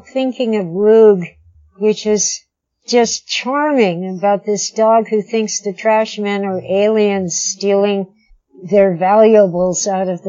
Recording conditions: poor sound quality